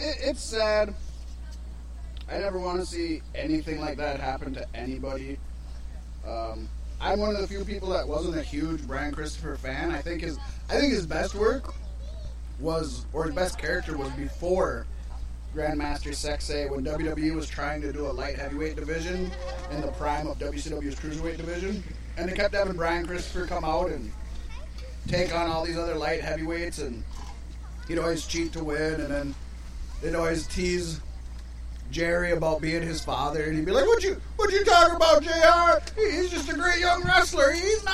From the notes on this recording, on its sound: This week we are LIVE from the Galactic Get Down in beautiful Houston, MN.